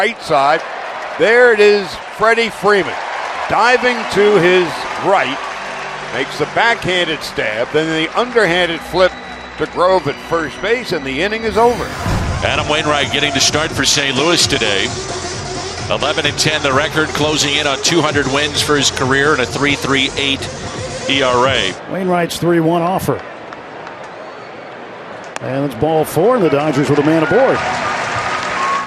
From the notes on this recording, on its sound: POSTGAME REPORT Live at 1:15pm pst from #dodgerstadium